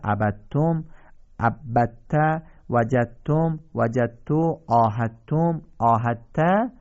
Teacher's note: دال ناخواناست و ته بعدش مشدد خوانده میشه